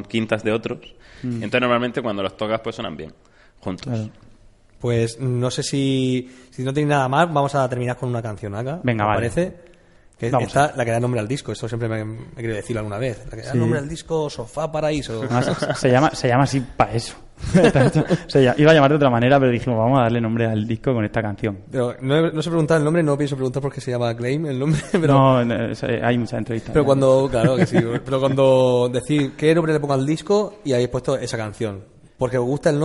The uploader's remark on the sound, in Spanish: Programa en directo grabado en la Biblioteca Regional de Murcia. Con el público en directo.